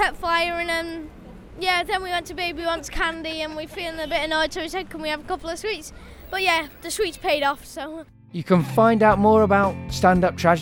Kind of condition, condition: setting, busy venue